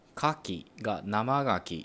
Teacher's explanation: 両方有声音に挟まれちゃって「か」も有声音化して「が」になるで生がきと濁った音になる